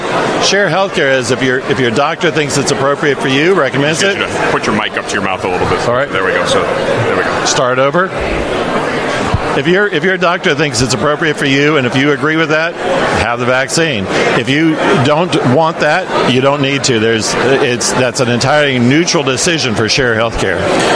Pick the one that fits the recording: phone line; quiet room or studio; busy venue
busy venue